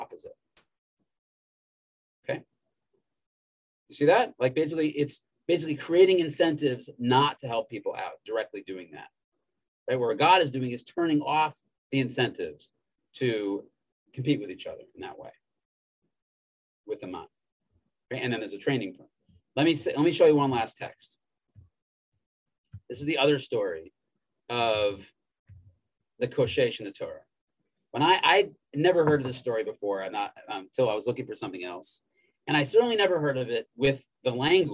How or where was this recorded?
video call